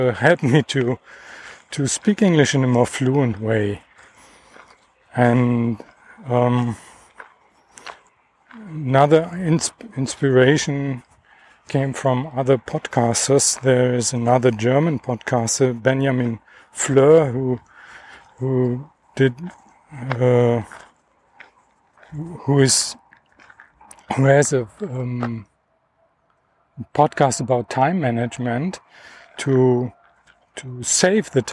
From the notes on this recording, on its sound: Dog Walk. Just walking and talking. I didn’t edit the recording. You’ll hear all my “hms” and “ähs”.